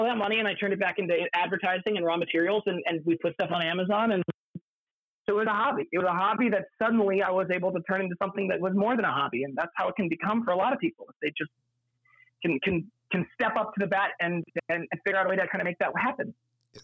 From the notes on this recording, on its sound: phone interview